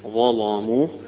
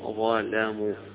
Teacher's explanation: الظاء مفخمة فخم اللام معها كأنه إتباع في التفخيم · Shown in: first take · وله أيضا يقرأ كالجمهور ظلموا، ظلموا بالترقيق فيه.